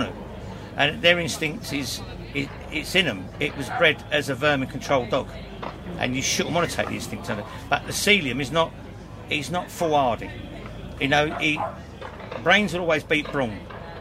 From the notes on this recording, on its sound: Recorded at the Game Fair 2023 at Ragley Hall